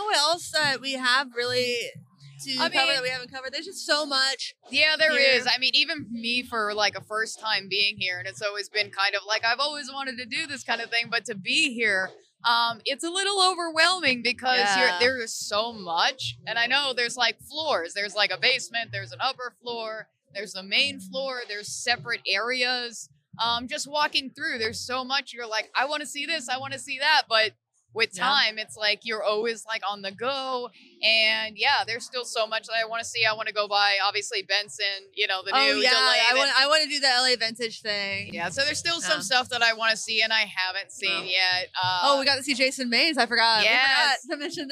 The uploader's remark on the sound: This week's episode of Get Offset was recorded LIVE from the NAMM floor. Surprisingly, this episode didn't suffer from a ton of bleed from the noisy surroundings.